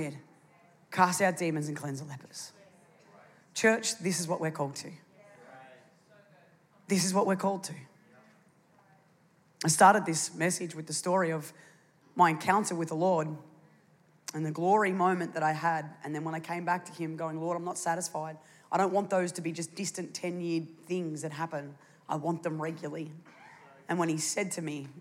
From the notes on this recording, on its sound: It was originally recorded on Sunday, 6th of August 2023, at NEUMA Melbourne City location in the 9 AM service.